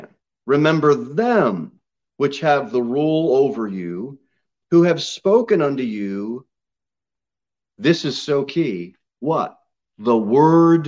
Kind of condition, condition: setting, large echoing room